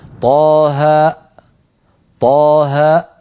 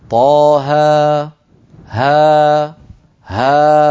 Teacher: من جملة تلك الحروف وأشد تلك الحروف حرف الهمزة، يخرج بانقفال الوترين. فلما ننطق ألفا أيتها الأخت الكريمة ما نقفل الوترين، وإلا لو أقفلناهما ستخرج همزة · Shown in: second take · Term: الألف